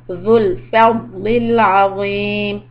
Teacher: Zul, the tip of the tongue comes out